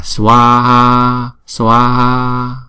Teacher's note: Hai chữ A này là đều hai nhịp, cho nên chúng ta phải đọc rõ ra là Swaha, Swaha.